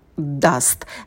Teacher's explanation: На звуке «д» кончик языка идет на альвеолы, потом краткий звук «а», очень быстрый